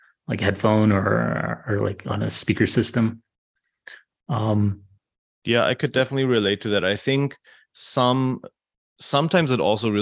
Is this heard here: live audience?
no